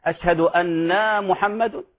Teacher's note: قد يقول مؤذن أشهد أن، يشبع الفتحة وتصبح ماذا؟ تصبح ألف، أشهد أن محمد، وهذا غير صحيح، وهكذا في ألفاظ الأذان.